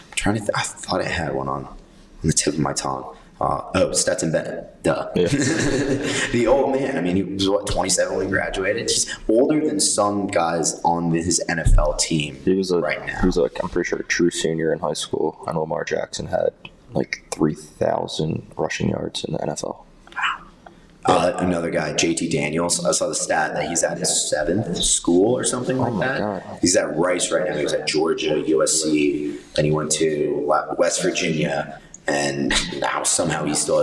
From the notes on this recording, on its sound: We did experience audio issues throughout the recording